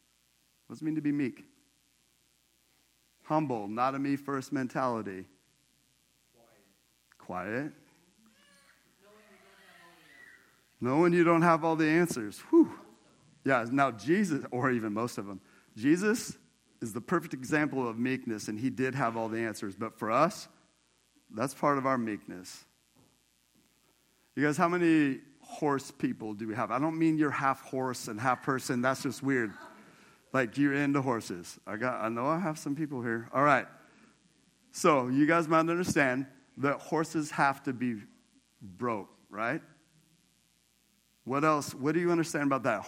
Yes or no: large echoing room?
yes